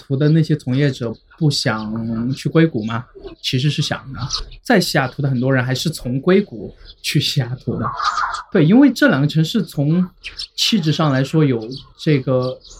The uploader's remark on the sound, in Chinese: 这是与《比特新声》在公共绿地区域进行的一次无明确固定主题的串台聊天特别节目。虽然周围来自幼儿与麻雀的杂音和室外录制造成的音质下降也许会对收听者造成负担，但这样的环境却令对话者非常放松，口无遮拦。